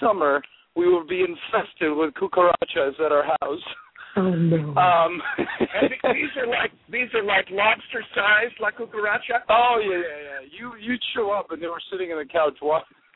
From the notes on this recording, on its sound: There will also be a special guest on the phone. We will be taking phone calls also.